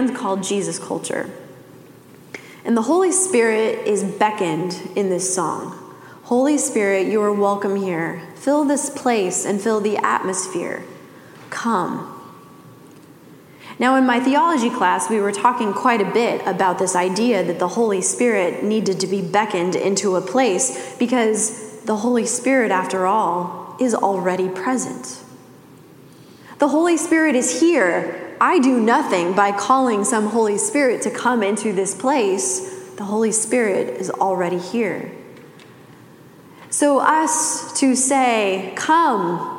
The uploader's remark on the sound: Message delivered during the Classic service.